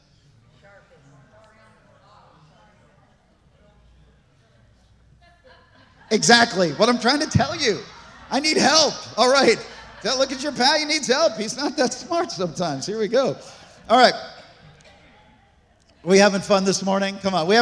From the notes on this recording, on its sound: This message was recorded on December 24, 2023, at Gateway Church in Richmond, Indiana.